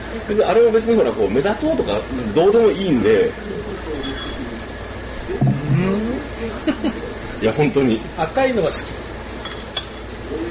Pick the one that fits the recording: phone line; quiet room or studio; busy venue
busy venue